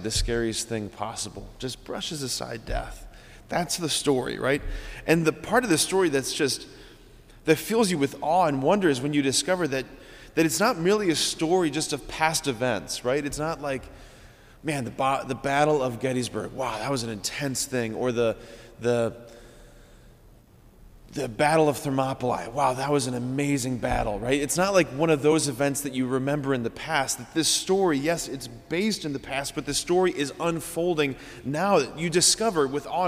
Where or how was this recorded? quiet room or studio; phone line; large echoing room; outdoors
large echoing room